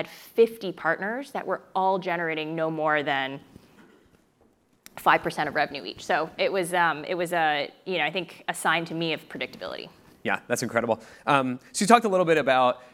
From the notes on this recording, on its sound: In this fireside chat, recorded at the 2022 Crossbeam Supernode conference